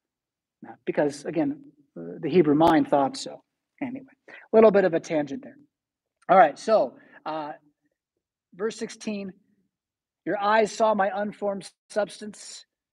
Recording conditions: large echoing room